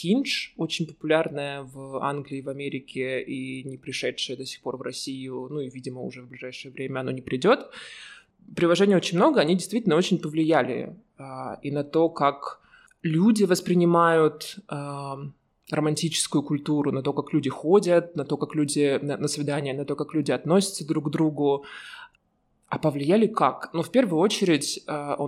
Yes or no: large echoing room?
no